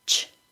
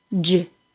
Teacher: think of a CH sound as a T sound plus an SH sound, and a J sound as a D sound plus a ZH sound.